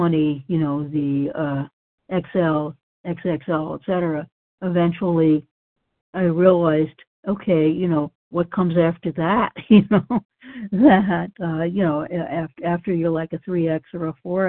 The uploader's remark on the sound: from the 100 Pounders Phone Meeting